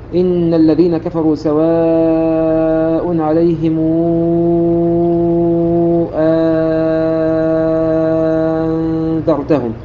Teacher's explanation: فمثلا في كلمة أنذرتهم همزة الثانية مفتوحة ووقع بعدها نون ساكنة فتعامل مع المد اللازم وتمد بالإشباع 6 حركات